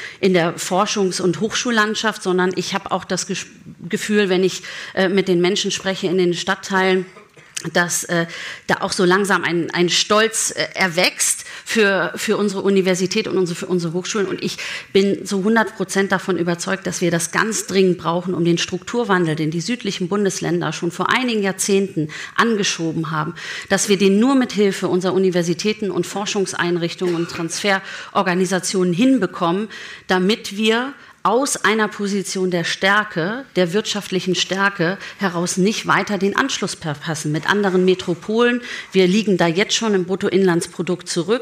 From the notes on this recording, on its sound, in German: Der Live-Podcast im Grand Hotel Elysée. Und zwar im ersten Live-Podcast des Jahres.